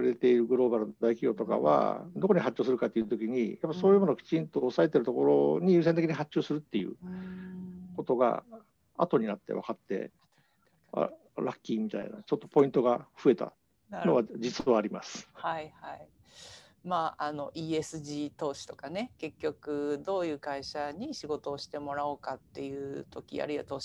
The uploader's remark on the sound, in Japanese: 収録場所： オンライン (Zoom)。